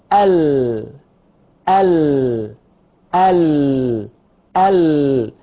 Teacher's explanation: هنا يحدث صدام، اصطدام من أدنى الحافة لمنتهى الطرف بلثة الثنايا العليا، باللثة، اللحم اللي فوق الأسنان باللثة. · Term: حرف اللام